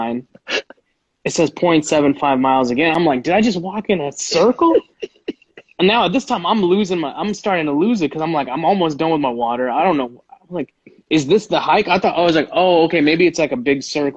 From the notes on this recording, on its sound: Live on Instagram